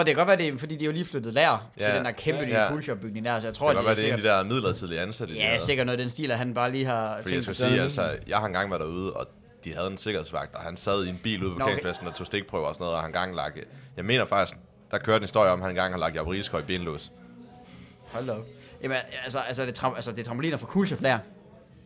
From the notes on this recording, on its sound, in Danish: Live Fra Guldgrillen!